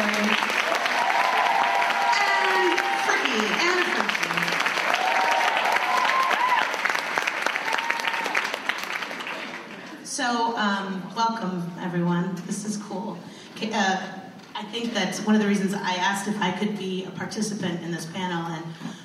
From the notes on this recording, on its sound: Recorded at ATX Television Fest in June 2015.